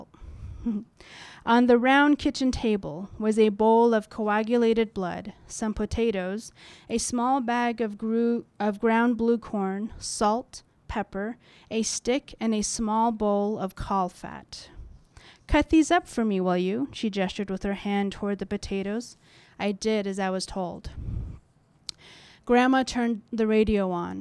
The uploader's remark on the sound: This episode was recorded at the Tranzac Club in Toronto on January 30th 2019.